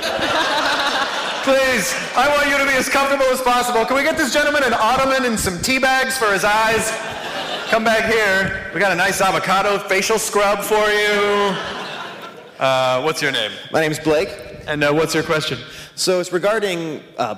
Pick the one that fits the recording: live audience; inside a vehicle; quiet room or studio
live audience